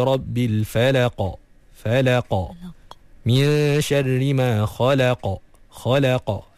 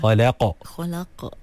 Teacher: Di dekat bahagian pangkal lidah yang paling dalam. Lidah yang paling belakang sekali sebelum masuk ke bahagian kerongkong, itulah tempat huruf qaf. Jadi pastikan kita matikan tu dengan sempurna, lantunkan dia dengan semula jadi.